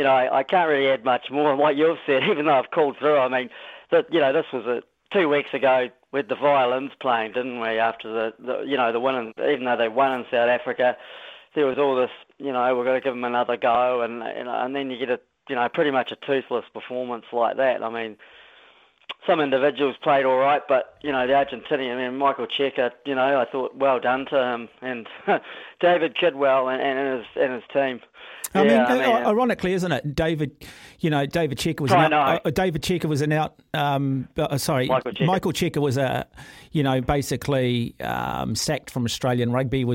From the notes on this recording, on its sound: The phone lines were heating up with frustrated fans sharing their thoughts on the All Blacks' historic loss to Argentina.